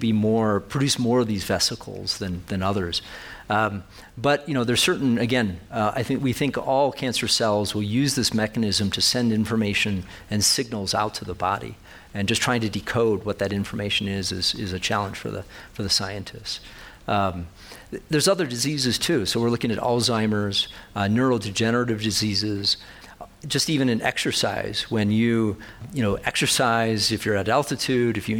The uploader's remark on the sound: His "Town Talk" sponsored by Telluride Science, was recorded at the Telluride Mountain Village Conference Center in Colorado. The program was moderated by veteran broadcast journalists.